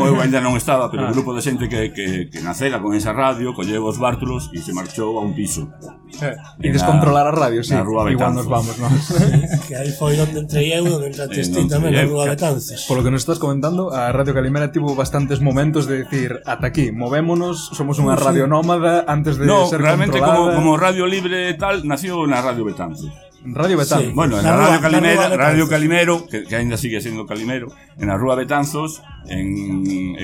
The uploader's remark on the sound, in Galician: en directo durante a Festa Hortera da Radio Kalimera en Decembro de 2021